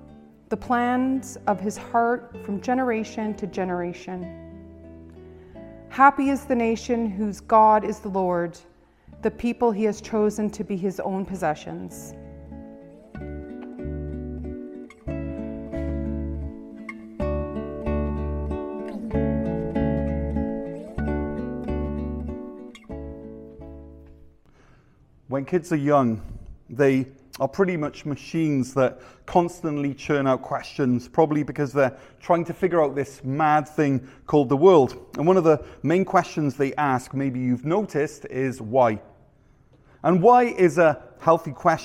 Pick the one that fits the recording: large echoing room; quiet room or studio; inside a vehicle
large echoing room